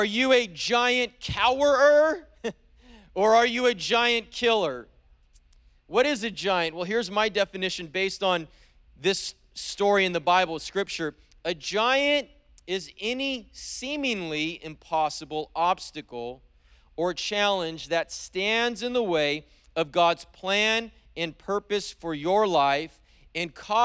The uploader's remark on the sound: preached on January 16th at the 11:30AM service